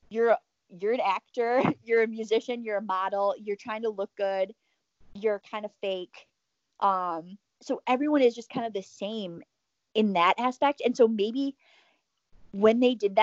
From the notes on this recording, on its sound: An episode filled with poor connection, hurricanes.